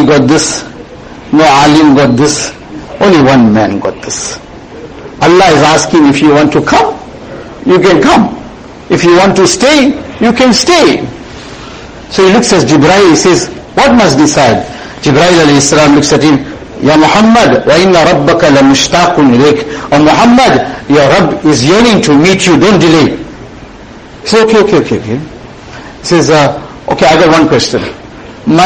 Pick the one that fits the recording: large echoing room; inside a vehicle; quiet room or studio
large echoing room